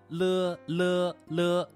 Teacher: 舌尖抵住我们的上牙床 · Term: 舌尖中音